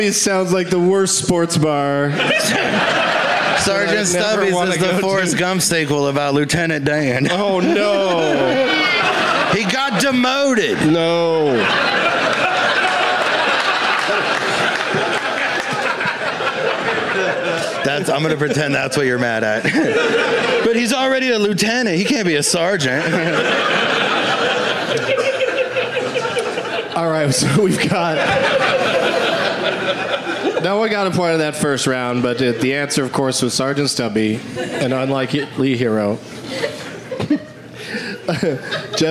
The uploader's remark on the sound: Live from Helium Comedy Club in Indianapolis